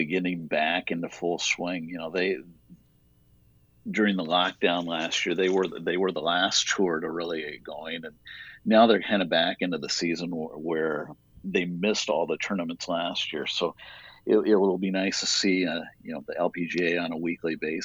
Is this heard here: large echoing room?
no